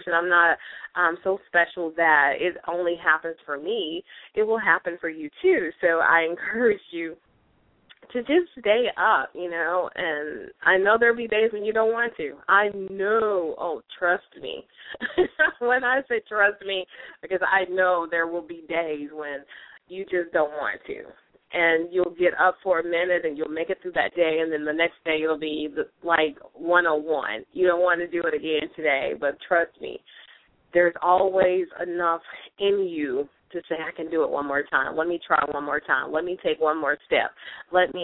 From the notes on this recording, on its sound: LML uses a progressive live call in format.